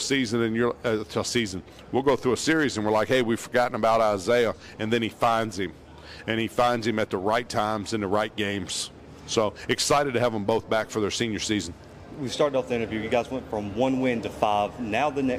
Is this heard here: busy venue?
yes